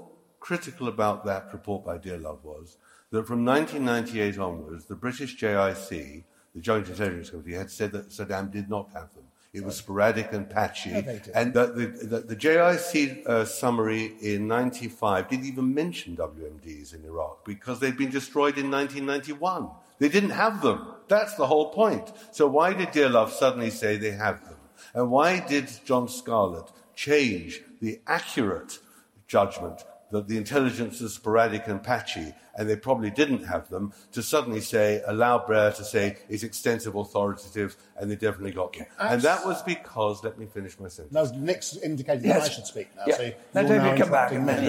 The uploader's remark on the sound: This episode features a live event which Intelligence Squared hosted in London in March 2016